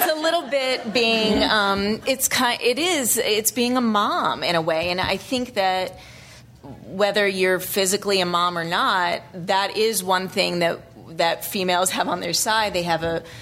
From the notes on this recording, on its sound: ATX Television Festival 2012. Recorded June 2, 2012 at the ATX Television Festival, Austin TX.